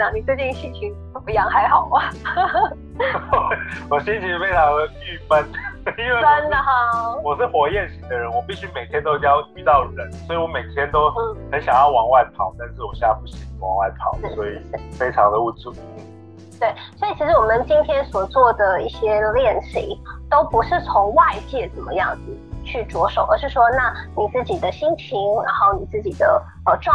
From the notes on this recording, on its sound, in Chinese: 本集節目採用遠端錄音，音質不佳請見諒